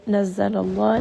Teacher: Name of Allah here is heavy because لام has a فتحة.